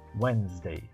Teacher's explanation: Não tente falar o D, ele não é pronunciado. Nós chamamos essa letra de silent letter, ou uma letra silenciosa, ou muda, não se pronuncia, nem um pouquinho.